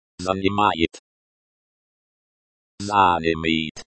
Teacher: Present tense, the stress is on the second syllable.